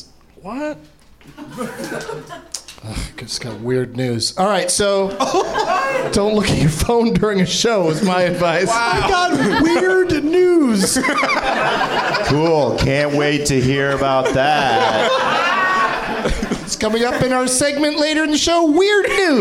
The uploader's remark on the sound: Live from the NerdMelt Showroom in LA